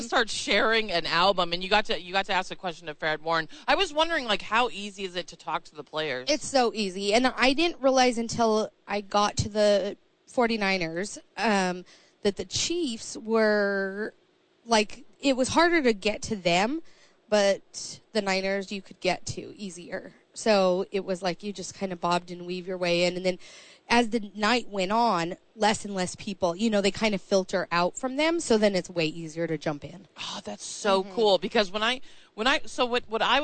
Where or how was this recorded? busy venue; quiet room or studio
busy venue